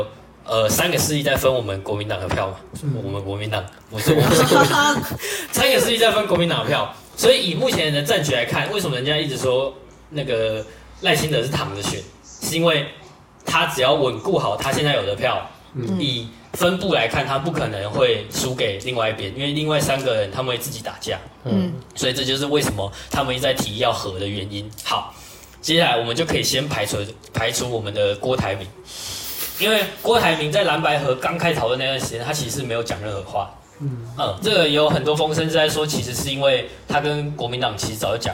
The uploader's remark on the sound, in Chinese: 這集是用來測試的集數，音質非常差。